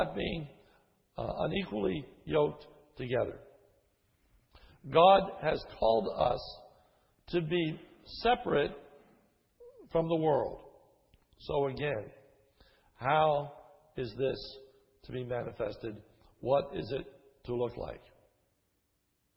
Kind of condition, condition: setting, large echoing room